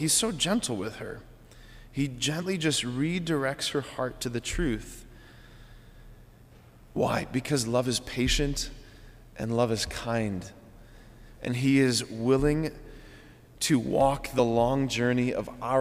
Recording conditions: large echoing room